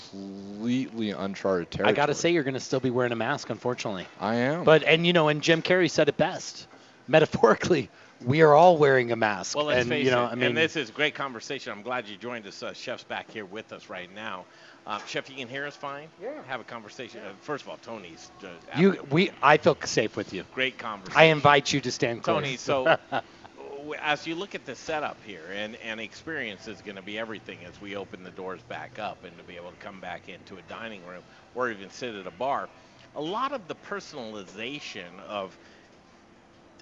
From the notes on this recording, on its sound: Live from Il Posto Italian Restaurant!